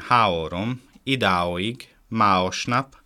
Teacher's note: Az A köznyelvi fonéma helyén található AO kettős hangszó